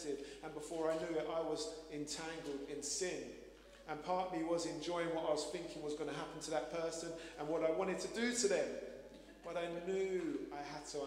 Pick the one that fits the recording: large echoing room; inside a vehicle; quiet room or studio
large echoing room